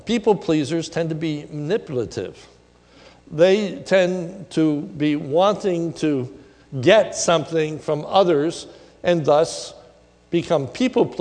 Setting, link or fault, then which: setting, large echoing room